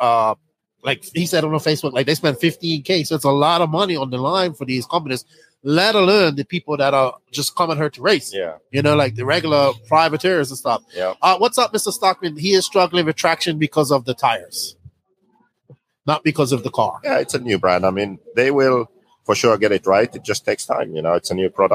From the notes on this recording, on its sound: Live from The Dirt Nitro Challenge 2023. It is cold windy andrainy here at the DNC but we are going live to take your Questions and talk DNC !!!